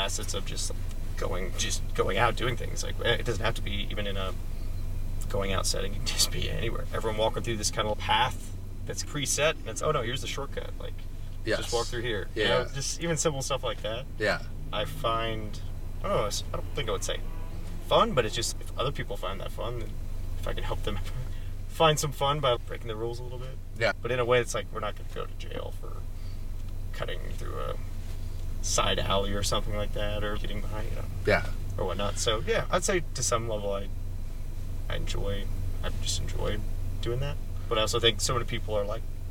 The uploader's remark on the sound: Car episode. We spent 30 minutes in the car before going to SOUND nightclub in Chicago.